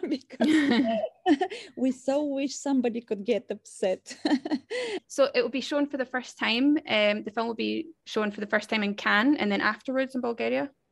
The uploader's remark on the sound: There were some sound and connection issues over Zoom (they were calling from Paris, not me, as it may have sounded in the intro!).